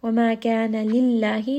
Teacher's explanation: name of Allah in this case is going to be light